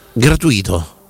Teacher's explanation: Nello specifico questo sarebbe una parola sdrucciola, perché l'accento va sulla terza sillaba partendo, diciamo, dalla sillaba finale. Quindi non è tronca, perché sarebbe sull'ultima.